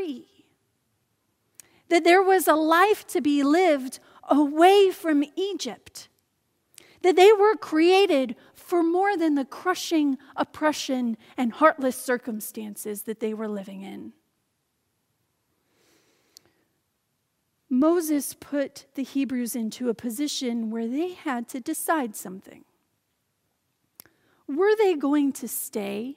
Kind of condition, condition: setting, large echoing room